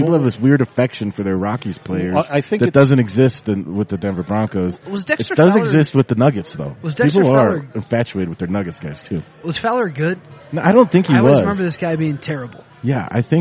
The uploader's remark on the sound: We recorded this week's episode down at Jake's Food and Spirits down on 3800 Walnut Street